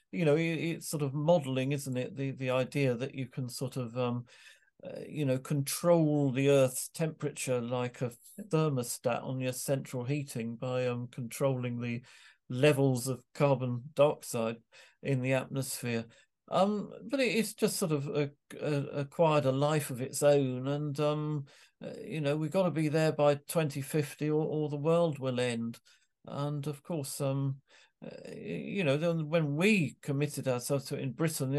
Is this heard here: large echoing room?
no